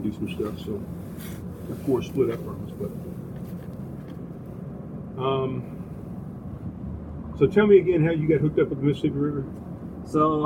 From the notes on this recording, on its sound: messed up the camera to start this podcast for about 30 minutes and the audio for the first minute and 30 seconds